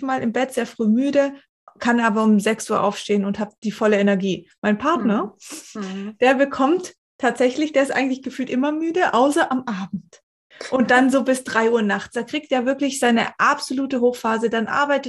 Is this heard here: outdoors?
no